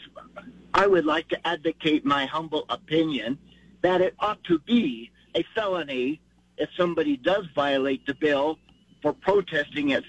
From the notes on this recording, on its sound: takes your phone calls